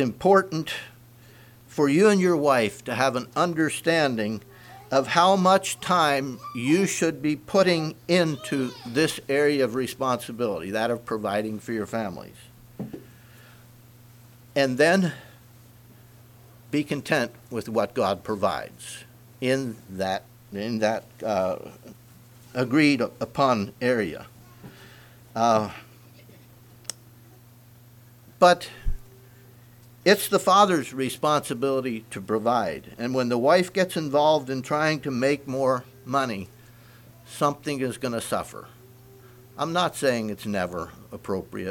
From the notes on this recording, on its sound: Message preached at Word Of Hope, Sunday Morning, October 22, 2023